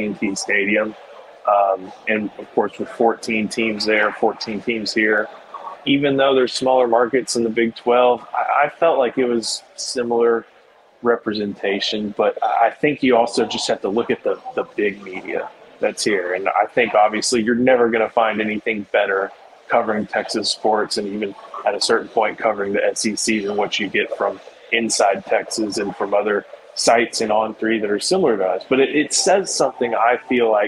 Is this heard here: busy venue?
yes